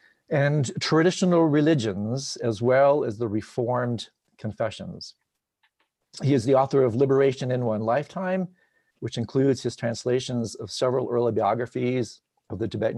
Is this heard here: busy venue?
no